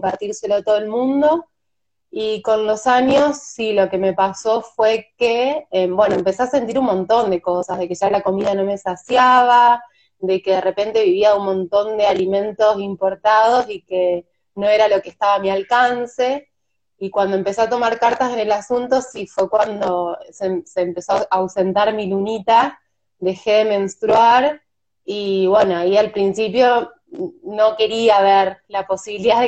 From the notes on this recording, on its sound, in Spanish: Audio de la charla en VIVO por Instagram